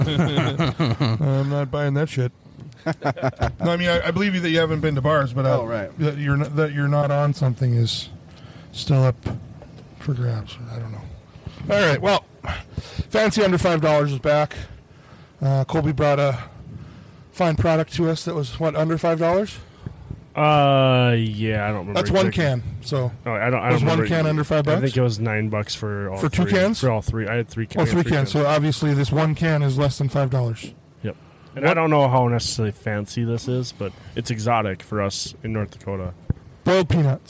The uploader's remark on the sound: We gather outside around the bonfire